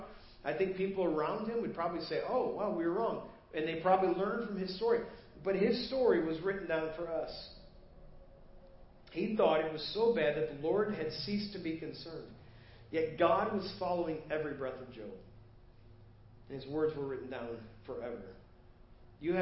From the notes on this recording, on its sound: Preached at First Baptist Church of Hazel Park